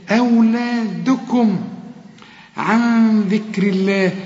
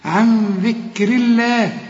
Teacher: النون هنا اخفيها وغنها علشان الذال دي من حروف الإخفاء، وطلع طبعا لسانك في الذال